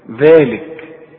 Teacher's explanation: أول ما جيلك ذلك رقق، ما تفصلش لأنها حروف مرققة، لكن طلع لسانك في الذال